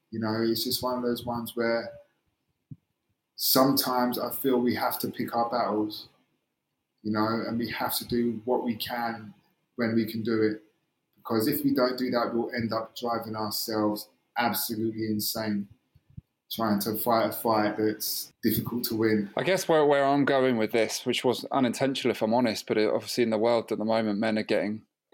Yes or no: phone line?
no